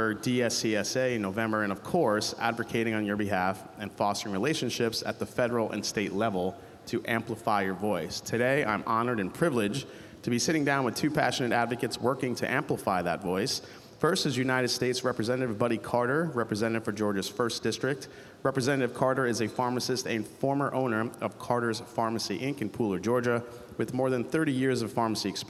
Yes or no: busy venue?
yes